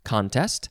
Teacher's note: it is pronounced with the emphasis on the first syllable